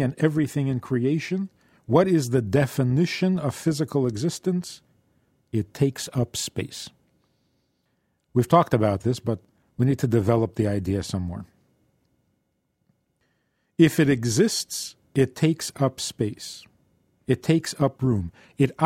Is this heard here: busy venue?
no